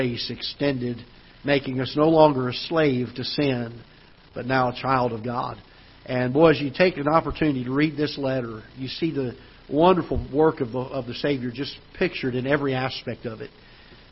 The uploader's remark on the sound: Ketha Heights Baptist Church ~ Live Broadcast